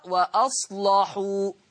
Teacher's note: شايفين اللام مغلظة إزاي؟ وأصلحوا، حكم اللام التغليظ قولا واحدة، والسبب لأنها مفتوحة ومسبوقة بصاد ساكنة، ومسبوقة خلاص أو وقبلها صاد ساكن.